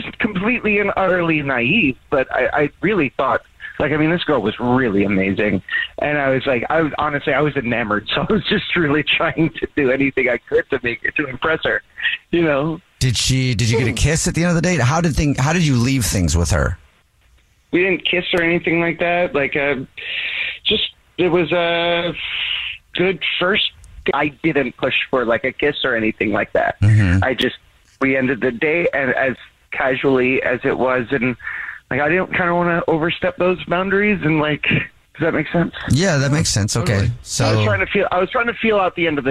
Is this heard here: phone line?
yes